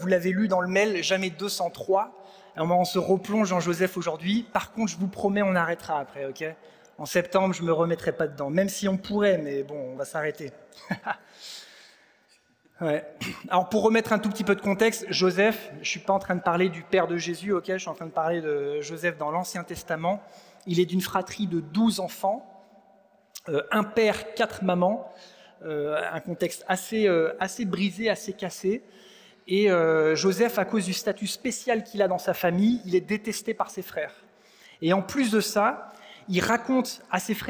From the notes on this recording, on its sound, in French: Enregistré à l'église CVV